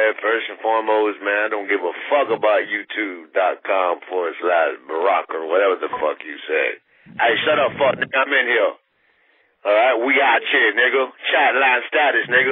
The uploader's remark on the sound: Get into it with some callers, each with their own unique approach.